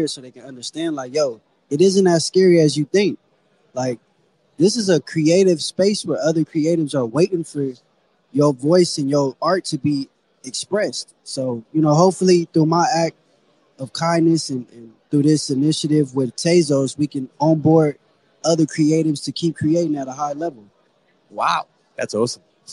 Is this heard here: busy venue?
yes